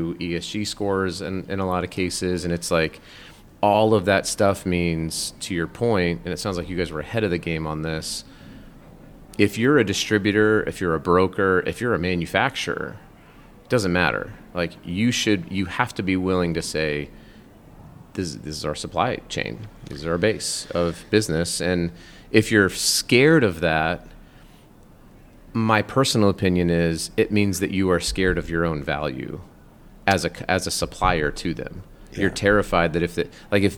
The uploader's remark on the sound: LIVE at Cosmoprof